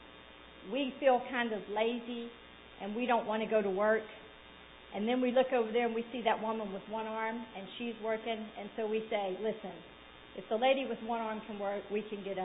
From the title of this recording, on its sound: Sunday Evening Service